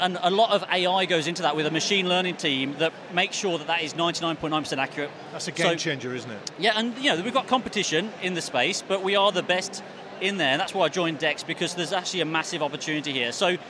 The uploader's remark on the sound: Event Special - Accountex 2023 Live Interviews